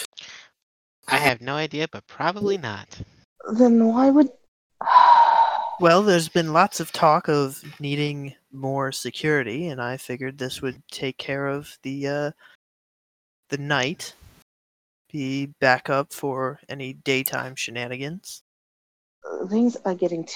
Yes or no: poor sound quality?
yes